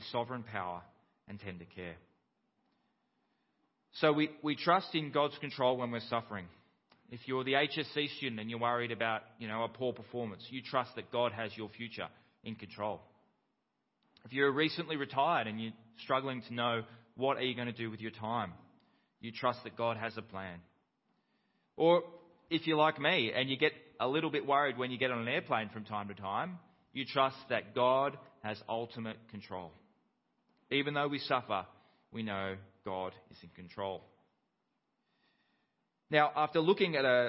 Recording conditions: large echoing room